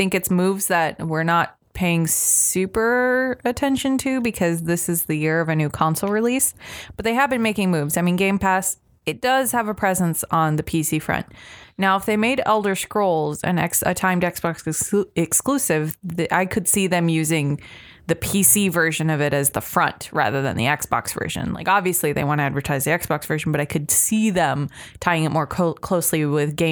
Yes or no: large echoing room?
no